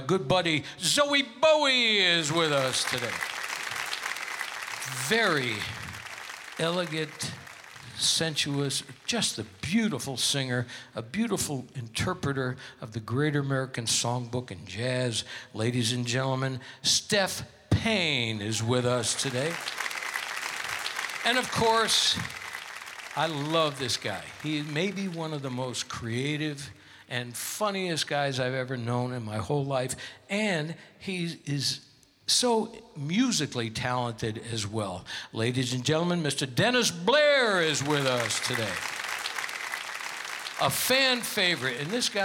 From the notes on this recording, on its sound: Live at the South Point Casino